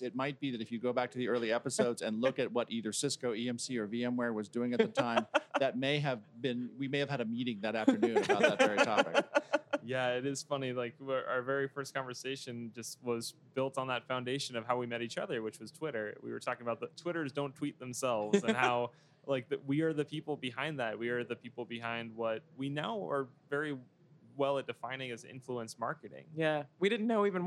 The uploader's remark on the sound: This episode was taped live at VMworld